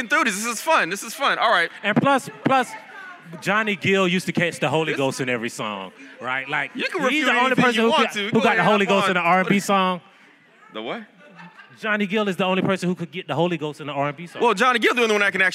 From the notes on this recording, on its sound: In front of a live audience at the National Association of Black Journalists Conference and Career Fair in Birmingham, Alabama.